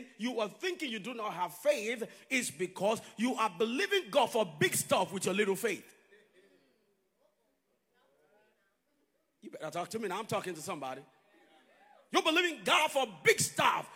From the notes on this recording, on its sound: live at Konnect church